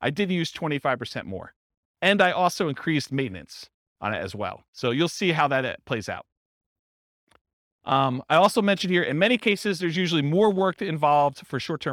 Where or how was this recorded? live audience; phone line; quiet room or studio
live audience